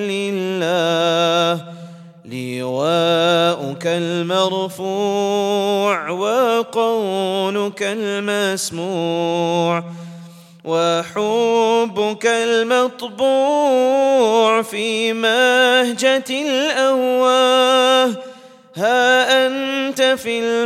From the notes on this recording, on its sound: at the Houghton Masjid (West Street)